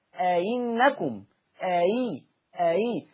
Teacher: ولو كانت الهمزة المسهلة مكسورة فتتردد بين الهمزة والياء